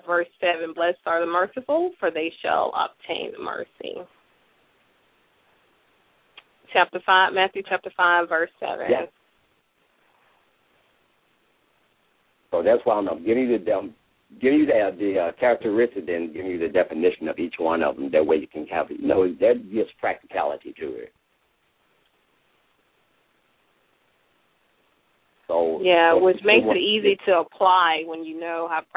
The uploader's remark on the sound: LML uses a progressive live call in format.